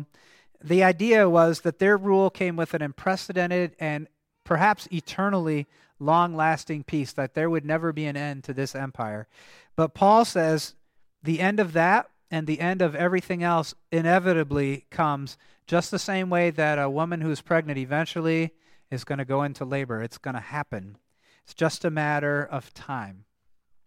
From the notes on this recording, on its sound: the service at Grace Evangelical Lutheran Church, Lexington, MO on November 26, 2023